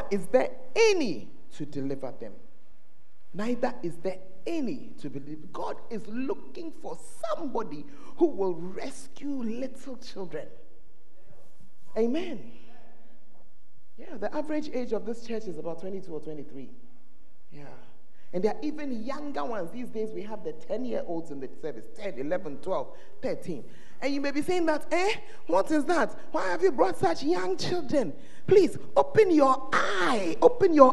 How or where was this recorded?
large echoing room